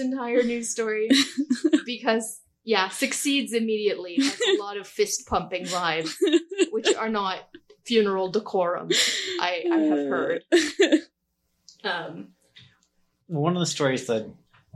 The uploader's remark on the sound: the sound on this episode is a little weird as we were working with a less than ideal mic set up.